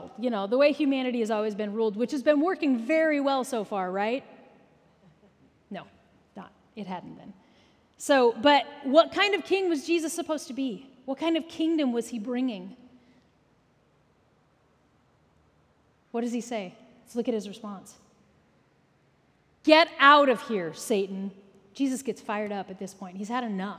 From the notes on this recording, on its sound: Recorded at our Sunday Gathering in Port Orchard WA, on August 27, 2023.